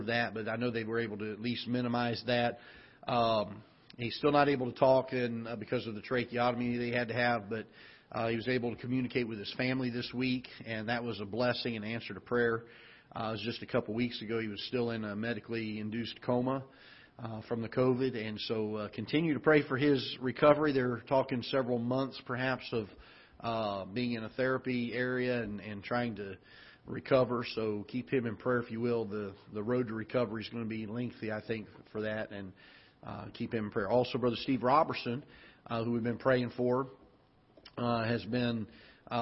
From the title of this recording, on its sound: Ketha Heights Baptist Church ~ Live Broadcast